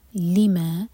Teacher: لما دو سلیبل والا ورڈ ہے تو لی پر زور دیا جائے گا